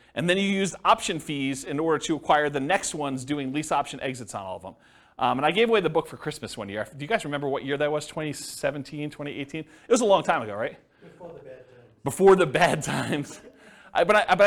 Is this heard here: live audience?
yes